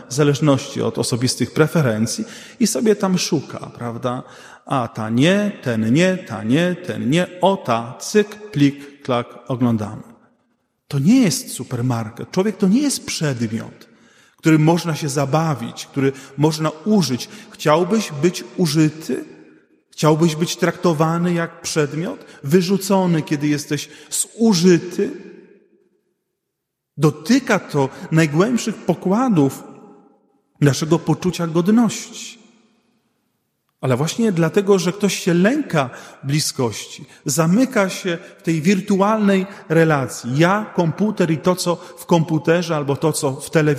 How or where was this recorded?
large echoing room